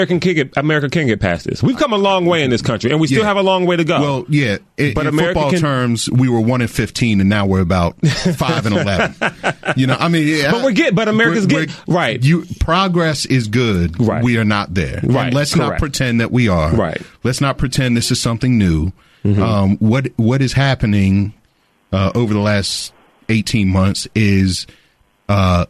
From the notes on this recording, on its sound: Checked in over the phone from Denver.